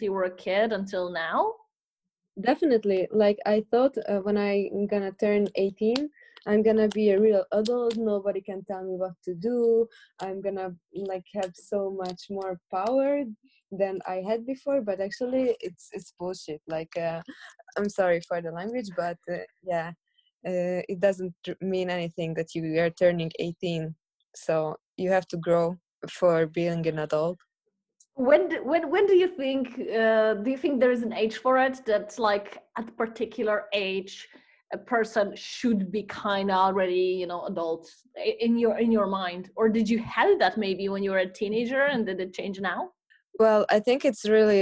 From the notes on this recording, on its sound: This interview was happening via online video conference so quality might be worst that last one due to my limited skills with audio editing.